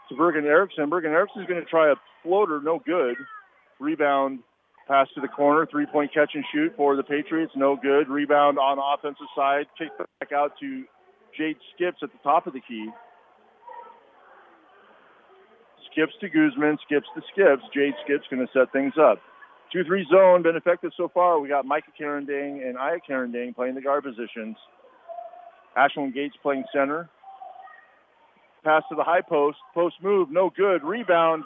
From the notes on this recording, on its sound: The full play-by-play broadcasted live. From the "Thunderdome". This podcast episode was created to document what looks like the last home court game at TMHS. KINY's live basketball coverage.